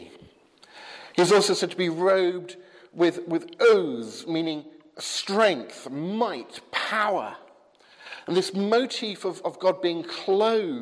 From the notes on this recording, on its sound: from the 8 am service at Highfield Church, Southampton, November 22nd 2015